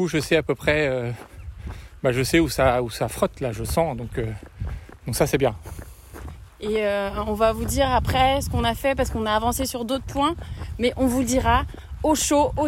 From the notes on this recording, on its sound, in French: Une parenthèse en Live lors d'une sortie.